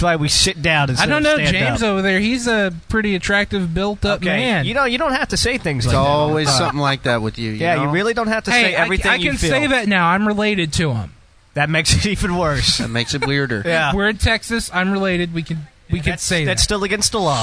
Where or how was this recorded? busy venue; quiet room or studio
busy venue